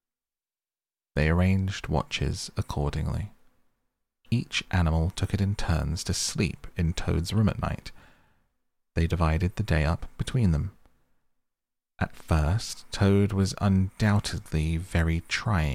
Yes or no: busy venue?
no